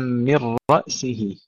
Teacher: من رأس تفخيم الراء وترقيق الهمزة